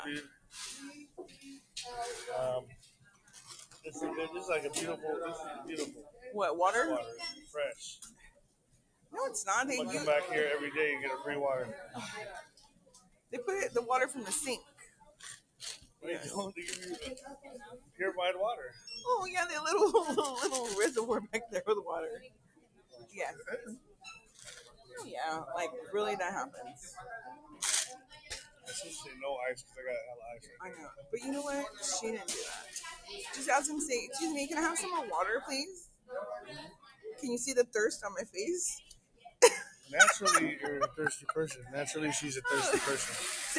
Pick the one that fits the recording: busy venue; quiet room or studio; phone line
busy venue